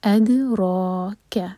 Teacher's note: را پر فتح ہے تو را ہیوی ہوگا